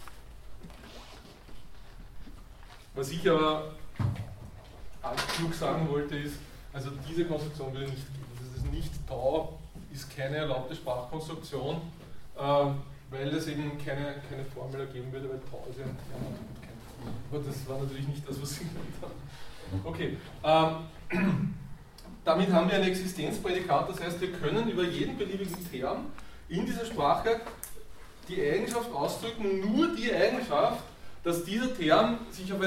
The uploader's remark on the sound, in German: Diese Vorlesung wurde von Studierenden aufgenommen